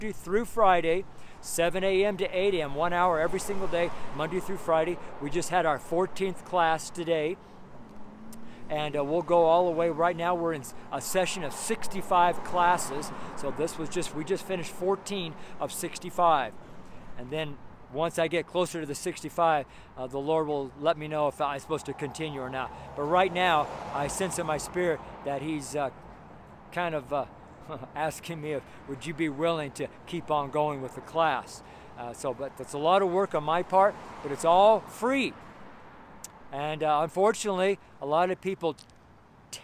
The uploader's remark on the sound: STREET SERMON